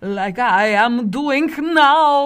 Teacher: you will be trying to make all of your ing endings into deliciously wicked K sounds · Term: Dracula voice